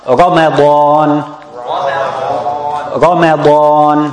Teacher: Because the ra is tafkhim and the da is tafkhim, and in between we have tadqiq.